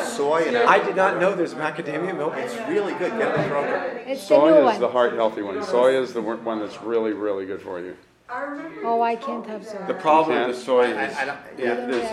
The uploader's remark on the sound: Recorded live at the Intown Jewish Academy on August 24, 2021